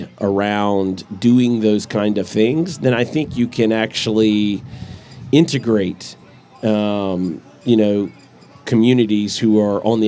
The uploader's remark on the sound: Live at the Eastern Shore Premier Cup